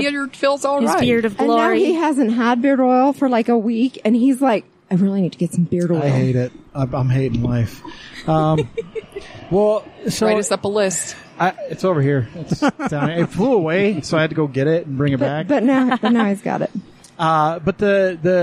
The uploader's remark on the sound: It's a live show in the record breaking heat at the start of June.